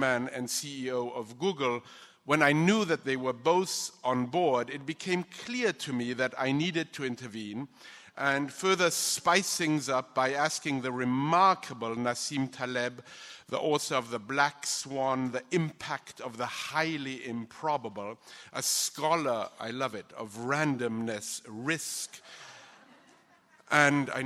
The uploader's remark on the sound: LIVE from the NYPL